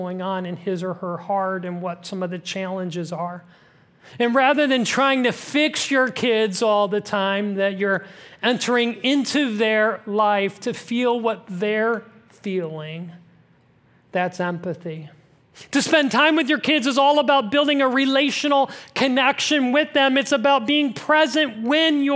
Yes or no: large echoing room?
yes